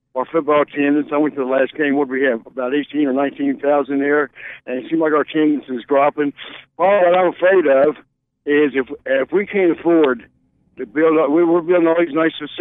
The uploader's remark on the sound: a caller on today's program